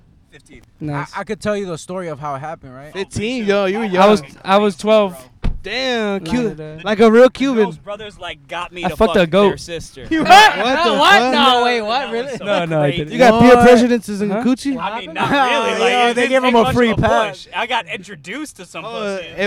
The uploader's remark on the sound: On this episode, we are in the car. With several Drop-Ins. Recorded at Thank You Miami.